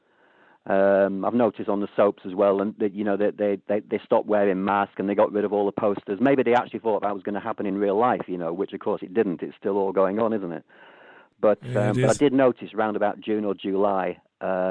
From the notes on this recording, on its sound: It's the Global Phone-In. Takes calls from the UK, Ireland and the US.